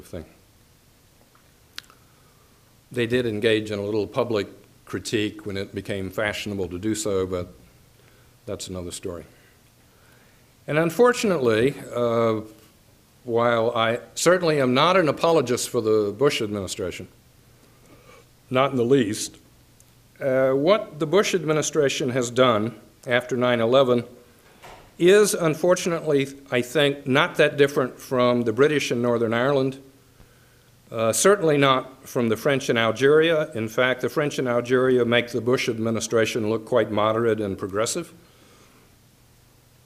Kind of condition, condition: setting, large echoing room